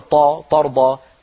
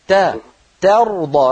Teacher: لا تقول طا ترضى، تا ترضى، رقق التاء وفخم الراء · Shown in: second take